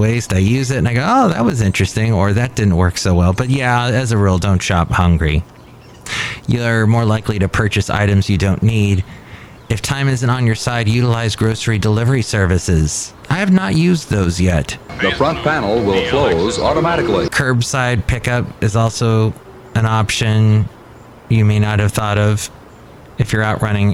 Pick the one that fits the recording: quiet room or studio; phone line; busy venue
busy venue